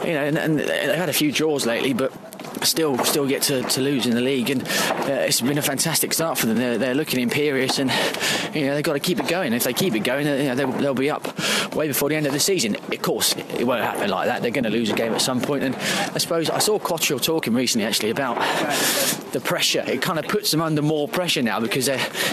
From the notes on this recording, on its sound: Live from Craven Cottage. Fans outside the ground.